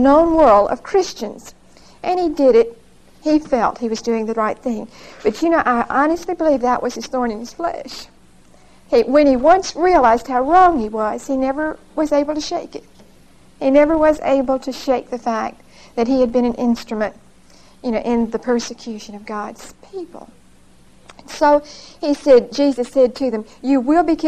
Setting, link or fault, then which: setting, large echoing room